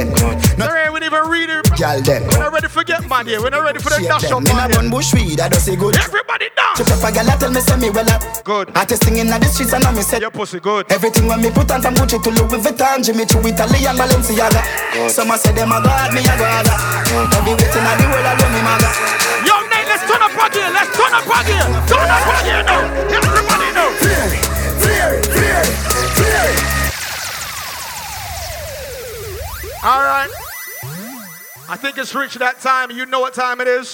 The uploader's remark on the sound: Live Dancehall Set at Bashment Party